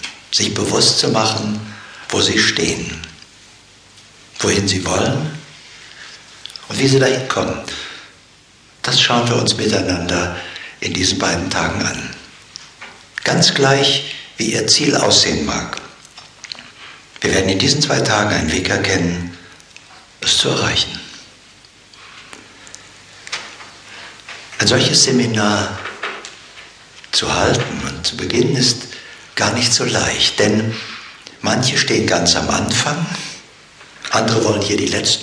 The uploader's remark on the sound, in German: Dieser Live-Mitschnitt ist nicht mit einer Studio-Qualität gleichzusetzen. Hintergrundgeräusche machen das Seminar lebendig.